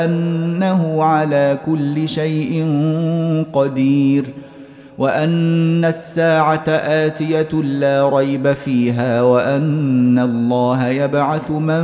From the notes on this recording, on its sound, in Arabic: مسجل من صلاة التراويح بمسجد السلام بحي مشرفة بجدة.